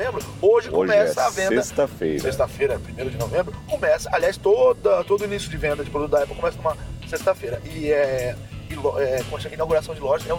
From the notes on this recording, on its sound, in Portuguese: Um pouco sem voz por conta de um resfriado. Durante um percurso de carro. O áudio não ficou tão bom porque havia ruídos do carro. Utilizamos o lapela Rode Mic no motorista. Um H1 no passageiro.